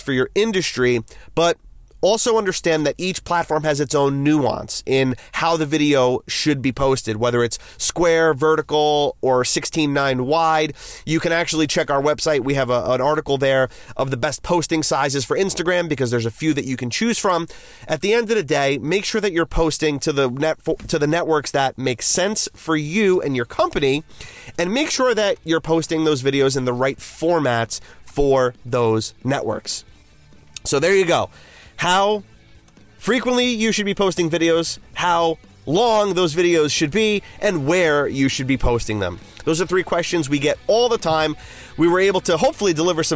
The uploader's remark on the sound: In this quick episode from the car